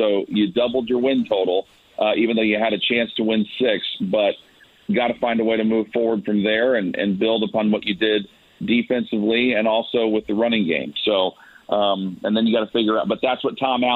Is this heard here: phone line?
yes